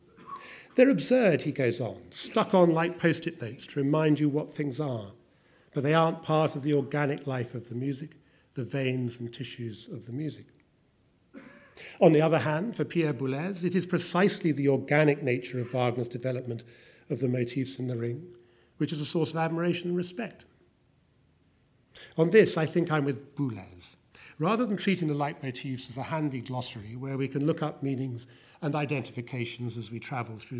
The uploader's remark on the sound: Winter Lecture at the British Museum